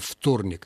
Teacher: В начале слова «вторник» там пишется «в», произносится «ф», глухой согласный. И следует за ним еще один глухой смычный согласный.